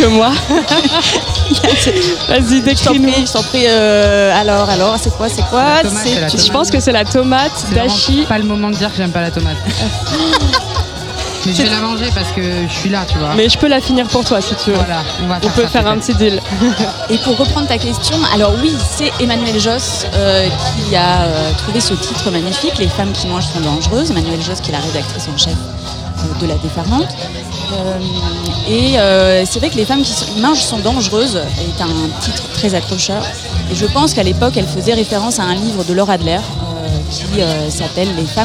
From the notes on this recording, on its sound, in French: En direct de La Douve Blanche. Enregistré au festin des chef·fes du festival de la Douve Blanche.